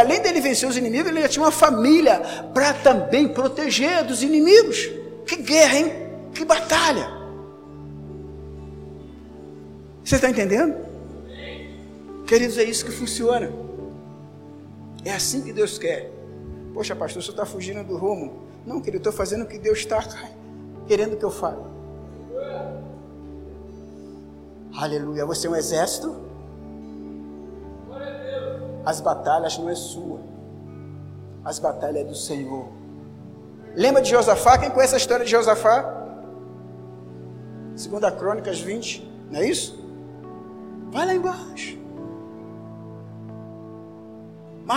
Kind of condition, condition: setting, large echoing room